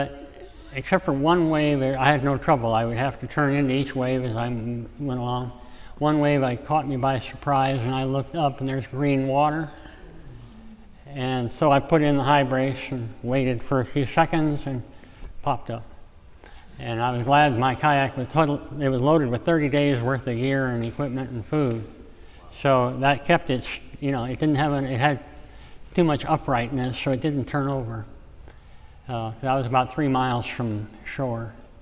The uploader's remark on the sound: This episode is part of a series of stories we collected at our live storytelling event last year at the Race to Alaska sendoff party in Port Townsend, Washington.